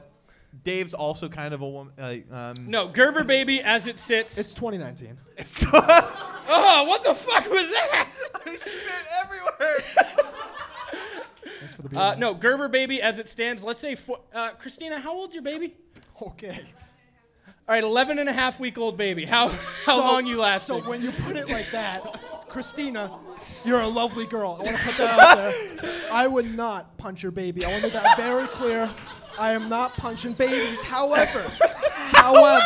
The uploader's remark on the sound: The Plunge Live Show. Recorded live in front of a sold out crowd (no like actually) at Curlies Comedy Club as the finale to PodcastNH's Pod-Tober event. Bring their antics to an energetic crowd.